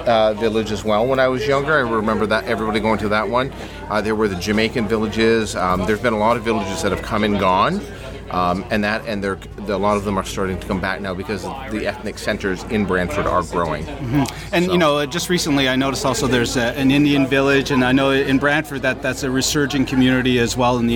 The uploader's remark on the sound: Recorded at Ukraina Village in Brantford, Ontario, on July 3, 2013. Recorded at Ukraina Village in Brantford, Ontario.